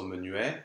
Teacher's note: we actually use a glide and not a full vowel for the U sound. And instead of having a lowercase Y, like we normally would, we end up with an open an upside-down H.